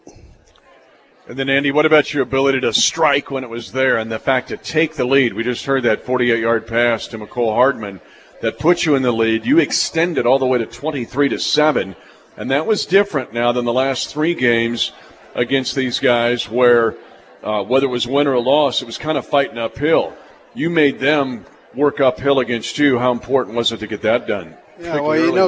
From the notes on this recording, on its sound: LIVE from Hy-Vee